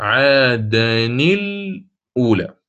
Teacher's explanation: من أين أتت الضمة في اللام؟ أتت من الهمزة، همزة القطع، فبعد أن نقلنا حركة الهمز إلى اللام أدغمت هذه اللام في النون التي تولدت عن التنوين، أصلها عادا ثم الأولى، طيب عند الوصل صارت عادن الأولى، · Term: إدغام بغير غنة